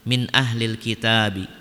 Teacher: Kemudian yang selanjutnya adalah hukum matobi'i, min ahlil kitab, taknya di sini dibaca dua harokat karena ada alif sukun sebelumnya berharokat fathah